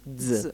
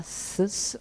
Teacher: Prima dentali e alveolari entrambe, ma la Z fa vibrare la gola, mentre la S no.